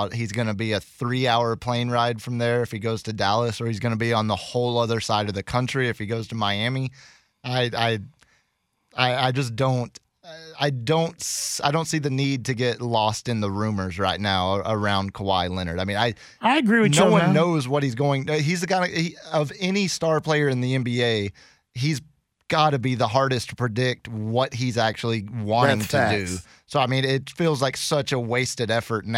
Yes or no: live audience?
no